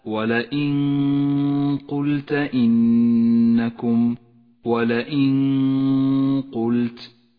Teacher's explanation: النون الساكنة وبعدها حرف القاف، نخفي النون بالقاف مع بقاء غنة للنون زمنها 2 حركات · Term: الإخفاء